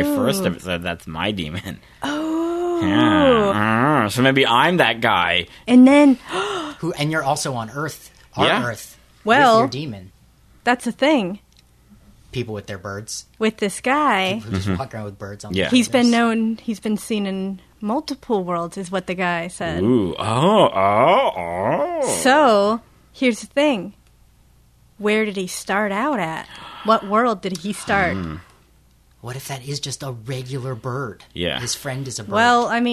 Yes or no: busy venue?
no